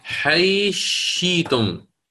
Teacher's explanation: الثاء تدغم في الشين فنقرأ حيشيتم، ومثلها حيشيتما، وهكذا. · Term: الإدغام الكبير